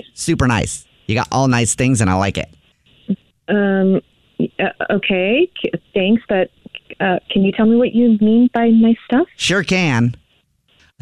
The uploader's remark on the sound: Phone Prank